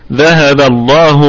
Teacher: نراعي لام لفظ الجلالة تكون مفخمة لأن ما قبلها مفتوح. طبعا ما قبلها مفتوح أو مضموم تكون مفخمة، وإن كان ما قبلها مكسور تكون مرققة، بالله مثلا.